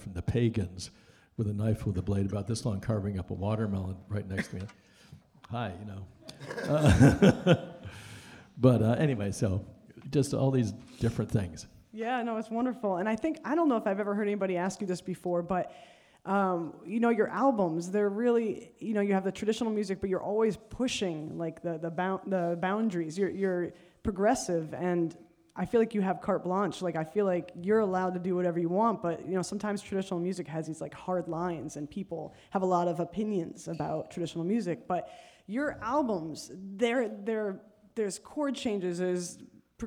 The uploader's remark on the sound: A special live episode taped onstage at the Ashokan Center in Olivebridge, NY. At the inaugural Banjo Weekend.